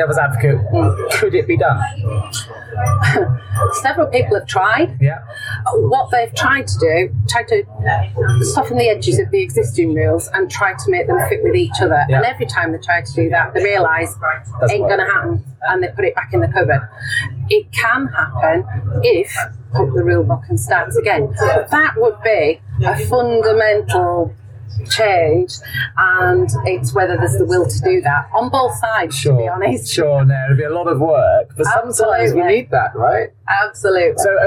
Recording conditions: background noise